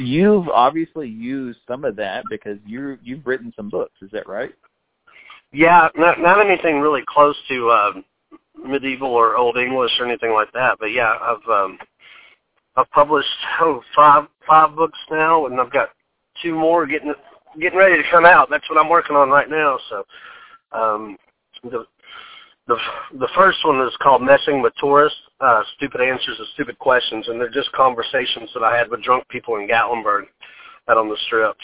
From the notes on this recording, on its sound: Joins the podcast via telephone.